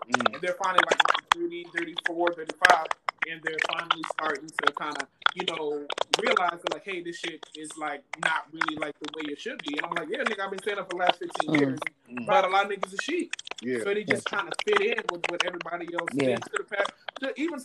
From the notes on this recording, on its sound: Sorry About The Background Noise